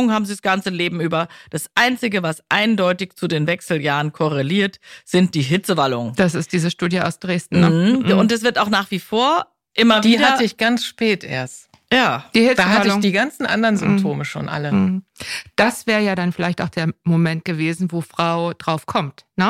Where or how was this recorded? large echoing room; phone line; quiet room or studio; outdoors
quiet room or studio